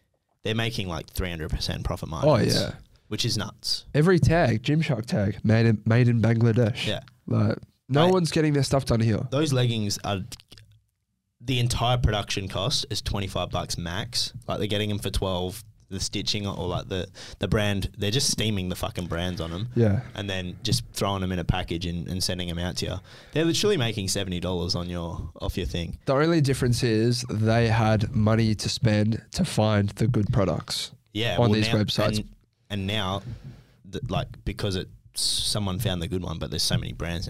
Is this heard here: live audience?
no